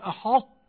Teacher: يجيب صفة الطاء صفة الاستعلاء ثم ينزل على التاء